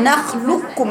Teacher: مش هيظهر فيه استعلاء القاف، هتقرأ نخلقكم على طول، نخلقكم لو ادغام كامل.